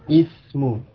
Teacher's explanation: Di awal kalimat, maka hamzahnya diucapkan. Ismu. Dengan kasrah, ismu.